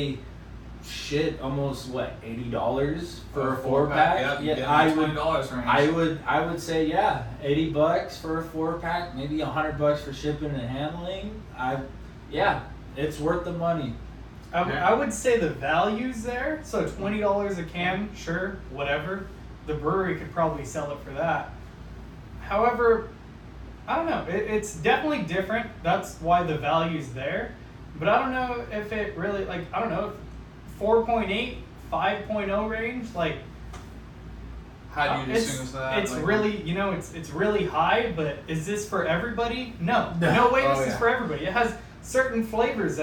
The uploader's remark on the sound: We apologize for the audio on this episode, we had a technical issue where the microphone audio was corrupted and had to use the phone audio.